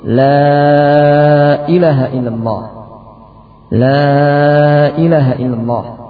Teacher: berikutnya adalah memendekkan lam kedua sehingga menjadi la ilaha illallah, la ilaha illallah.